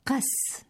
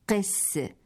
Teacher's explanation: يقال لعالم النصارى قس بفتح القاف لا قس بكسرها كما هو الشائع · Shown in: first take · والقس بكسر القاف يريدون منه العالم الكبير عند النصارى أو مرجعهم في العلم والدين، وهذا الضبط غير صحيح.